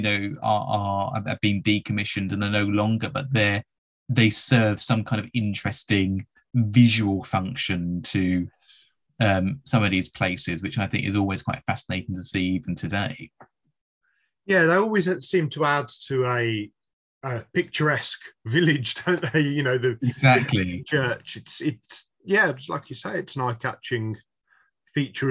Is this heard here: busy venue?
no